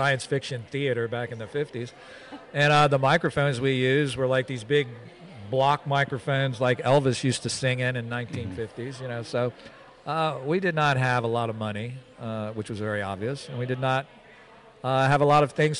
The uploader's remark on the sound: Live From The NJ Paraunity Expo